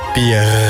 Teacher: aan het eind van een zin, zeg maar eens bier... met de huig R op het eind